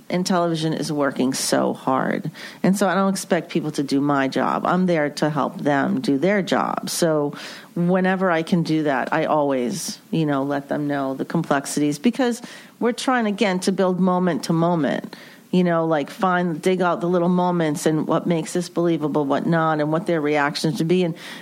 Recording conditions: busy venue